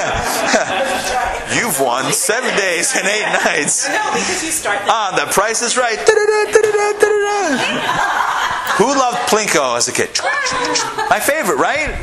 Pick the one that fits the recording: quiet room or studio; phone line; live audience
live audience